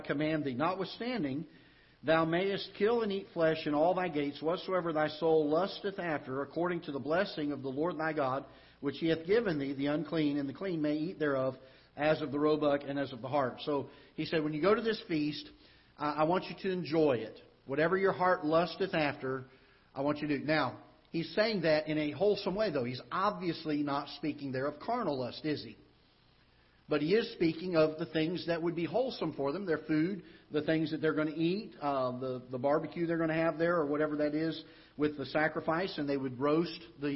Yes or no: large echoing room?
yes